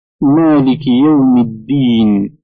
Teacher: المد الطبيعي وهو حركتان، مثل مالك يوم الدين، موضع المد في ألف مالك ويا الدين